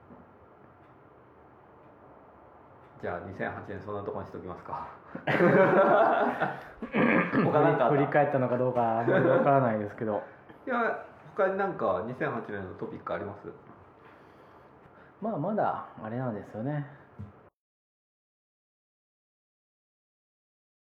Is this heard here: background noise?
yes